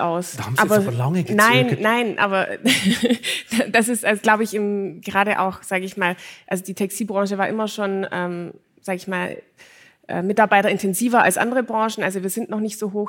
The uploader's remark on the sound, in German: In Schwäbisch Hall getroffen, wo wir das Gespräch beim CEO-Abend des Gipfeltreffens der Weltmarktführer geführt und live mitgeschnitten haben.